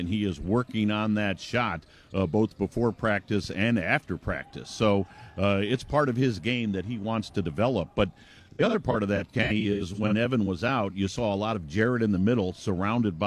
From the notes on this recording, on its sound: live from Rocket Mortgage Fieldhouse